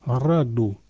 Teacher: R se prononce à l'italienne en le roulant